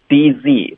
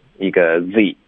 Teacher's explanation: 所以首先会来一个爆破，后面就光一个摩擦，也就是 DZ，再来一个 Z，滋，就是这个区别。区别挺大的，滋，你看听到一个滋。有那个滋的那个声音，滋了一下啊，然后是滋，能听出区